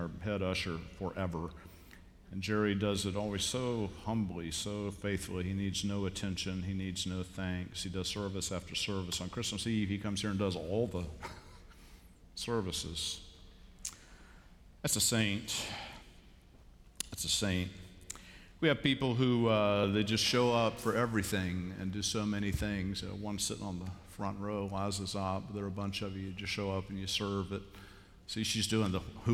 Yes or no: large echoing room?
yes